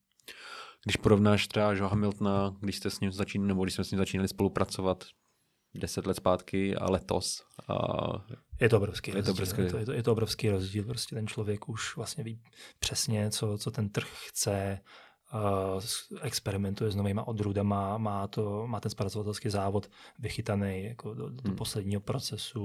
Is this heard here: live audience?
no